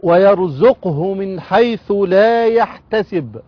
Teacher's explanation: كانت الباء ساكنة فجاء تبعا لها القلقلة، فكانت باء ساكنة مقلقلة عند الوقف